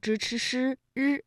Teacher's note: 由舌尖向上翘起和硬腭的前部相接触，气流受到阻碍形成的一种辅音 · Term: 翘舌音